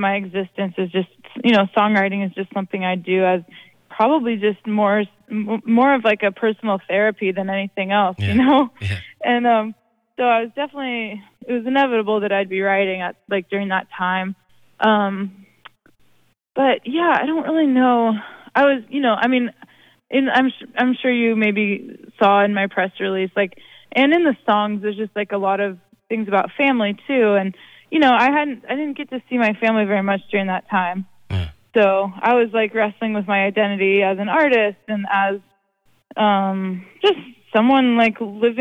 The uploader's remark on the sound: chats on the phone